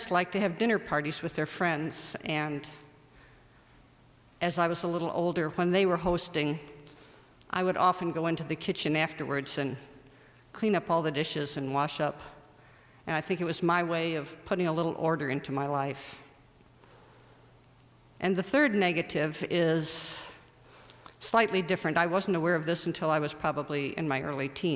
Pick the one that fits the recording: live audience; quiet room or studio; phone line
live audience